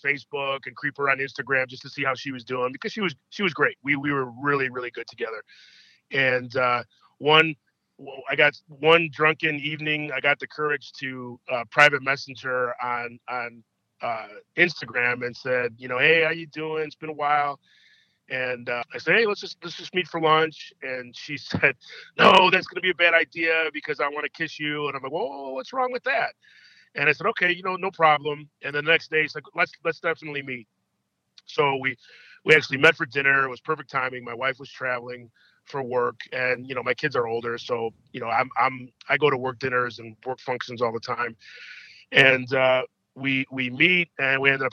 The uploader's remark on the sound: he called in to talk all about it